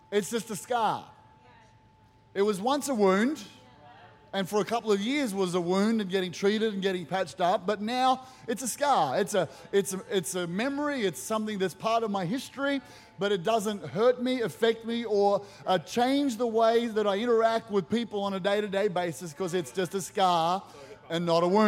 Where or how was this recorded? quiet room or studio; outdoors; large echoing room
large echoing room